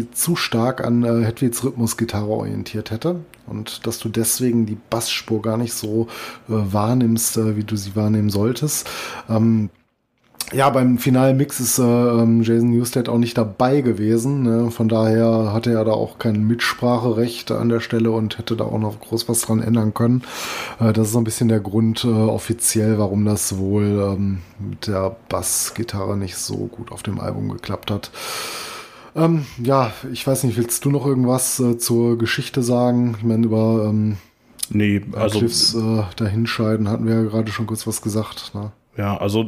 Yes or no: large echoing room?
no